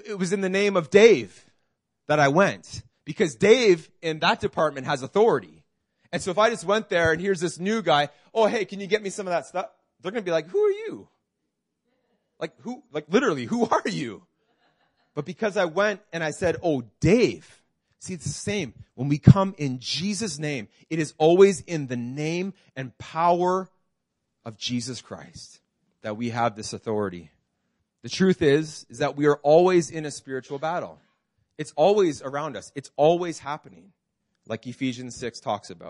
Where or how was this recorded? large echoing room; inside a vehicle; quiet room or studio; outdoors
large echoing room